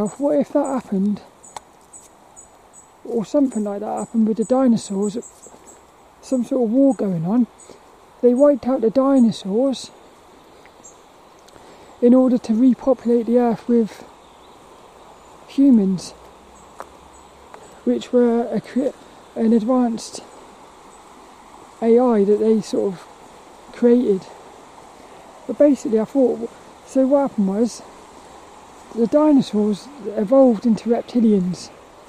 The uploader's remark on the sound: Hope you enjoy this lil walk and talk around Plymridge Woods.